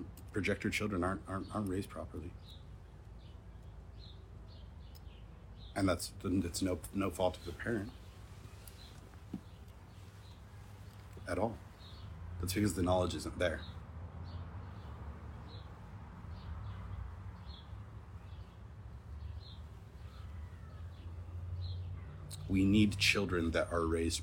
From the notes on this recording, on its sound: Instagram live from May 2021